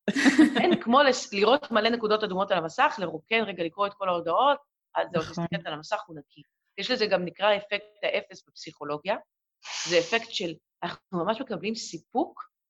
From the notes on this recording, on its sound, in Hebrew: באופן אירוני, דווקא בפרק העוסק בטכנלוגיה, ישנן הפרעות באיכות ההקלטה.